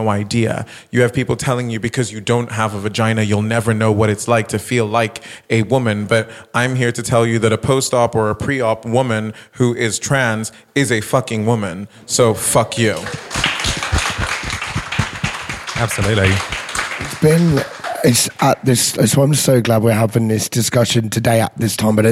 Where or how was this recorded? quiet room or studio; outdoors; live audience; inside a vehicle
live audience